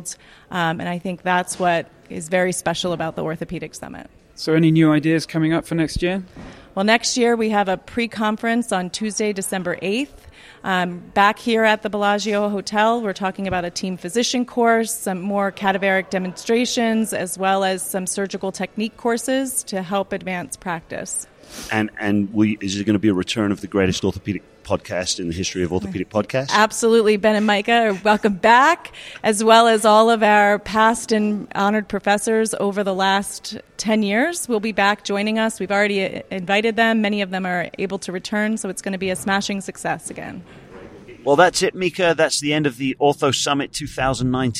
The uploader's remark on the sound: Our final live(ish) episode from the 2019 Orthopaedic Summit.